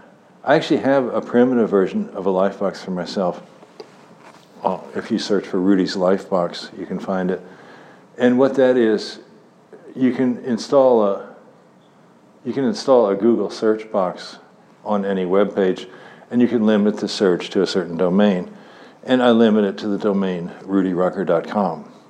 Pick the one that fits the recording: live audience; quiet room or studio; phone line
live audience